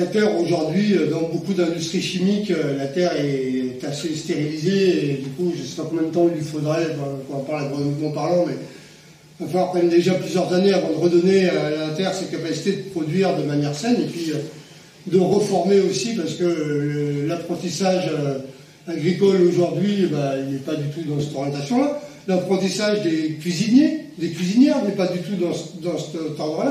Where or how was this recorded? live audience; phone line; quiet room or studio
live audience